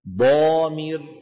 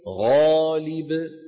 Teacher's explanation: نحو ضامر أشد تفخيما من غالب، لأن الضاد كم صفة قوة فيها؟